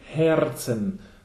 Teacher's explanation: So it's much easier to say Herzen. So it's a closed E and the R rolled.